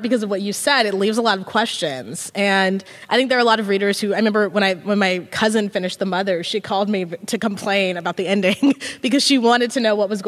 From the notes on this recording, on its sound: In front of an audience of students at Grant High School in Portland in February 2022.